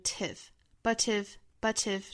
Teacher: 英式发法呢我们也可以选择里面这个 t 的发音去做爆破送气发成 tiff, but if, but if,这样也可以。但是我们要注意 but 这个词的一个弱读 but if, but if